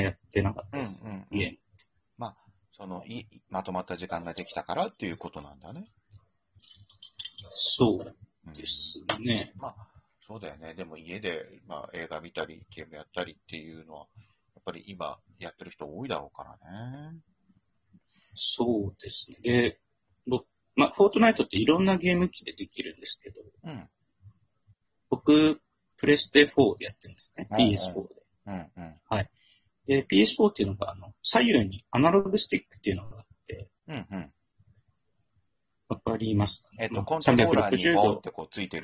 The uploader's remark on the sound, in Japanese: 今回は久しぶりのリモート収録。リモート収録機能により、各々の自宅からトークに参加できます。